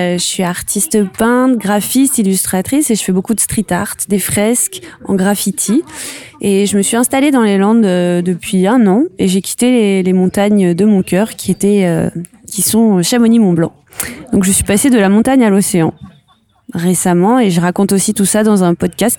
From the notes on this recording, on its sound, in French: Un reportage au coeur du festival Nect'Art de Mots à Azur (40).